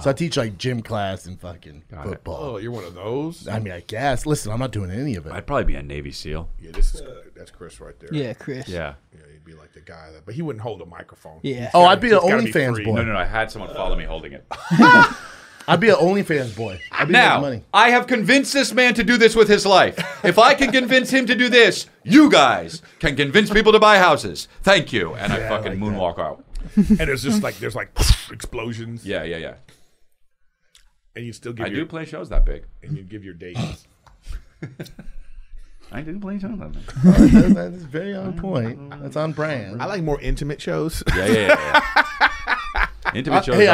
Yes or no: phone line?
no